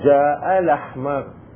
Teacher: إذا كانت في وصل الكلام، نحذف الهمزة الأولى فنقول جاء الأحمر، جاء الأحمر حذفنا الهمزة الأولى، وممكن نحذف الهمزة الثانية ونبقي الهمزة الأولى جاء الأحمر، جاء الأحمر هذه جاء الأحمر، توجهين شلون؟